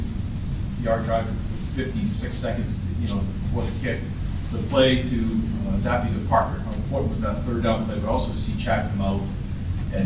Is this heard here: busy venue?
yes